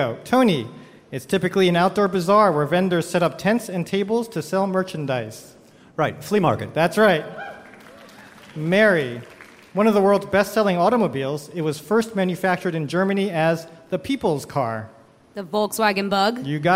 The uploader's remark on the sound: Live from Central Park's SummerStage Festival